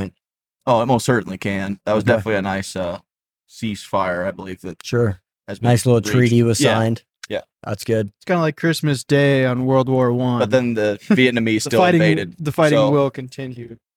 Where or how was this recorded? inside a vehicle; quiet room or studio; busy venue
inside a vehicle